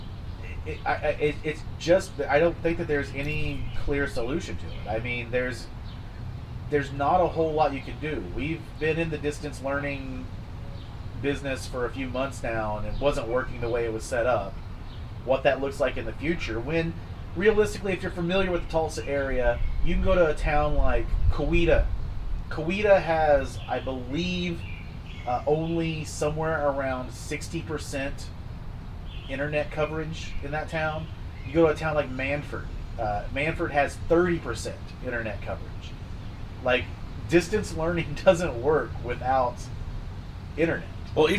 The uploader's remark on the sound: It’s another patio episode as we continue to stay socially distant so we apologize for the audio!